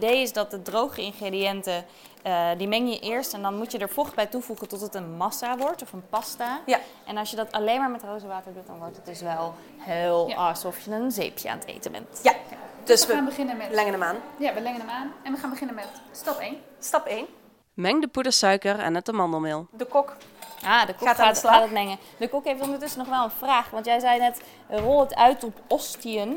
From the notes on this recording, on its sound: Live vanaf het Foodie Festival in Amsterdam!